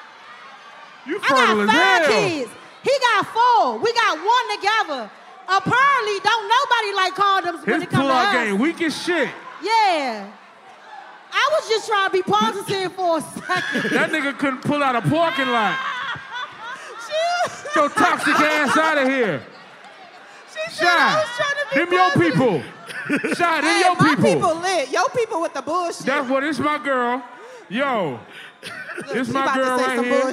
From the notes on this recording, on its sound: the posse warms the crowd up